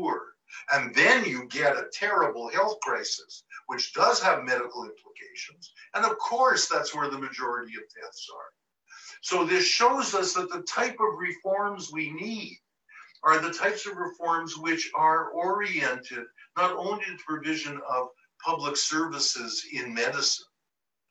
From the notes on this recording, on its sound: Recording of TWT and Verso's Zoom call